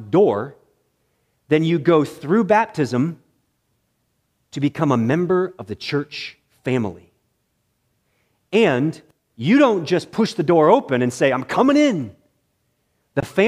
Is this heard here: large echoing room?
yes